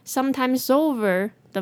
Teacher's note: S 跟 over 的 O 可以连音